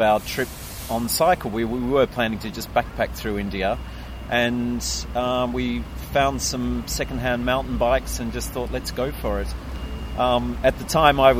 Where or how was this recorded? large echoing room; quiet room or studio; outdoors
outdoors